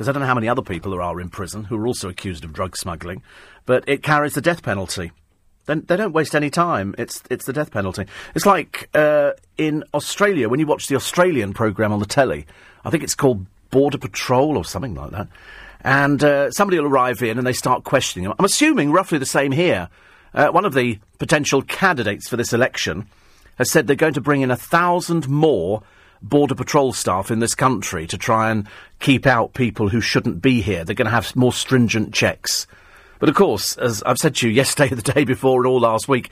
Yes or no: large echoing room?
no